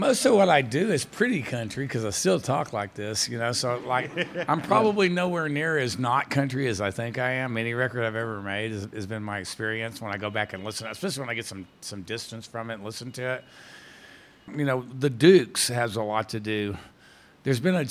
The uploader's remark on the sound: He performs a special solo set in front of a live audience at the Goose Island Tap Room in Chicago.